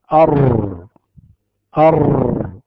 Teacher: ارتعاد رأس اللسان، رأس ظهر اللسان عند النطق بالحرف. فإذا وله حرف واحد وهو الراء، إذا نظرنا إلى هذا الصوت نقول نجد القارئ يقول أر. · وهذه الصفة صفة ثابتة للراء وحدها، لكن هذه الصفة عليها تعقيب، وهو أننا إنما نأتي منها بما يسمى أصل الصفة، يعني نأتي بأصل الصفة فقط لا نزيد على ذلك، بمعنى أن الراء ربما ارتعد اللسان فتكررت شيئا يسيرا، لكن إن تركت لها المجال حتى تتكرر برحب وسعة إنما هذا يعد لحنا وخطأ في التلاوة. · Term: ارتعاش، التكرار